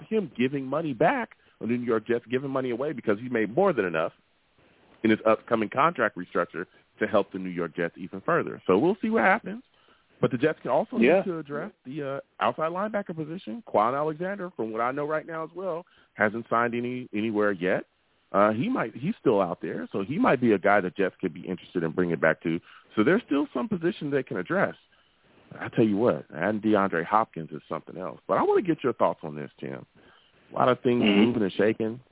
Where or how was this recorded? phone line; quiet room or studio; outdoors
phone line